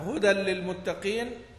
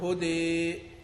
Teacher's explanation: اذا نون الاسم فانه في حاله الوصل تسقط امالته · Shown in: first take